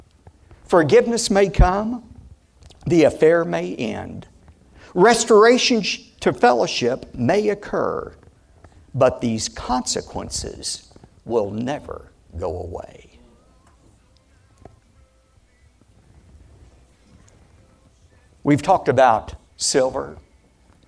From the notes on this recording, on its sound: Keynote speaker at KPRZ's 12th Annual Pastors Appreciation Luncheon in San Diego, CA. Where he shared this message with community leaders and Pastor's.